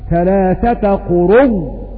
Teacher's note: إذن في حال الجمع قروء الواو زائدة فتبدل الهمزة واوا ثم تضغم الواو في الواو في قراءة حمزة فنقرأ هكذا ثلاثة قرو.